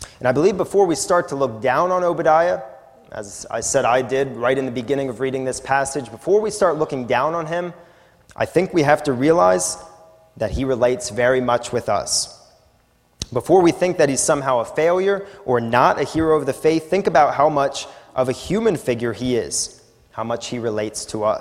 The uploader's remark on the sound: A sermon recorded at the Lebanon Bible Fellowship Church in Lebanon, PA. During the evening service.